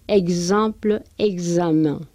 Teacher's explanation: Esa X la pronunciamos como KS o esa doble C. y en otros casos la X también lo pronunciamos como GZ.